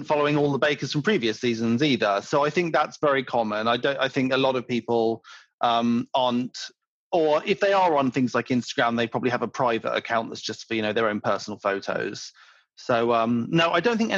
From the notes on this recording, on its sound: we recorded this podcast remotely via Zoom